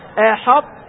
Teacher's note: تبقى صفة الإطباق، يستعلي اللسان ويلتصق في الحنك الأعلى، إلا أنه ما ينطق الطاء